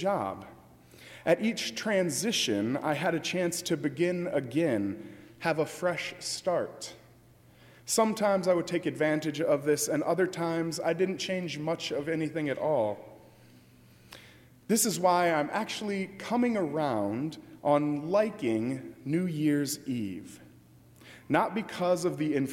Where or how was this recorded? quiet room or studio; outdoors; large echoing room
large echoing room